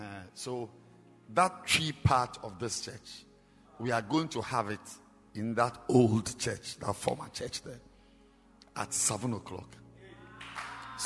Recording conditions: large echoing room